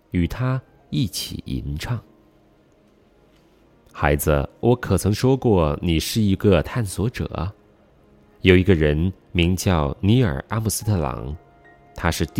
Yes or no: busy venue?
no